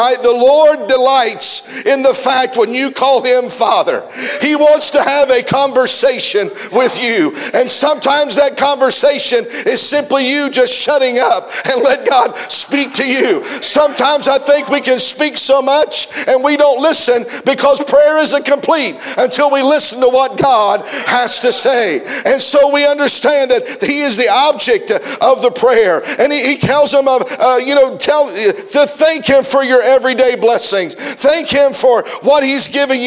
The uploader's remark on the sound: preached a message at the 2023 Back to the Bible Camp Meeting in Lucasville, OH